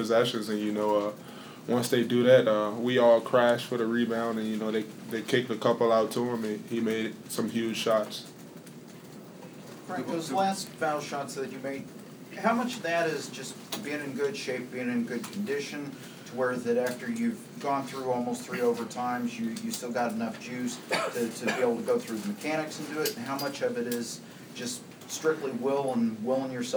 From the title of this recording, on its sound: Press Conferences & Post-Game Interviews